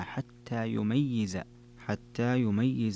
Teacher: قرأ حمزة والكسائي ويعقوب وخلف بتشديد الياء مع كسرها